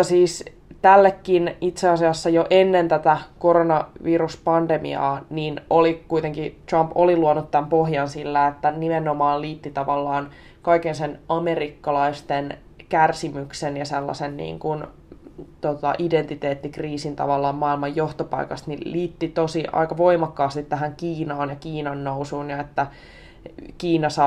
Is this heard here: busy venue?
no